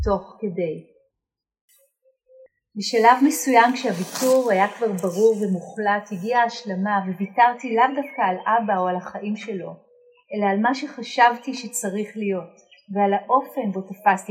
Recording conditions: poor sound quality